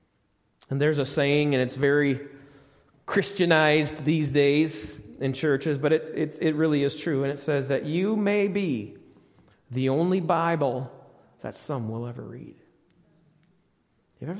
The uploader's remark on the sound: Recorded live at the Alabama Full Gospel Fellowship church in Medina, New York.